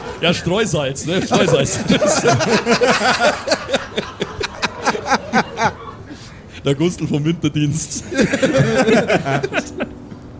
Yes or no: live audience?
yes